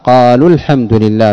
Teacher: قالوا الحمد لله بقطع الهمزة، والصواب قالوا الحمد لله بحذفها نطقا